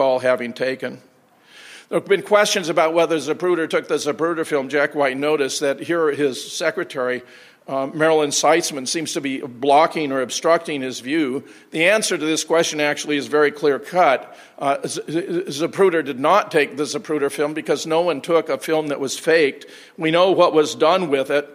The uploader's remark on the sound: Keynote presentation at the JFK 50th Commemoration hosted by the Oswald Innocence Project. Questions and Answers.